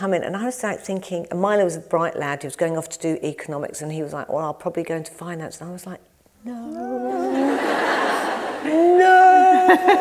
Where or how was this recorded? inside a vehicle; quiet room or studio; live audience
live audience